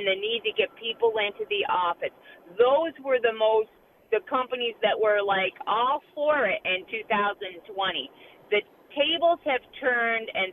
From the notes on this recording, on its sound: take your phone calls